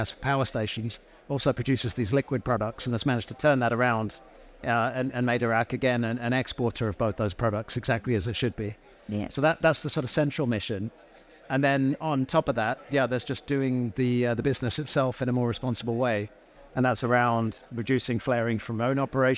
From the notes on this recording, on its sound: Recorded live at ADIPEC 2023